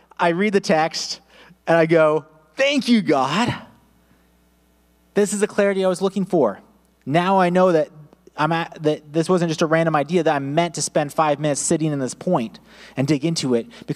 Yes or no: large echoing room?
yes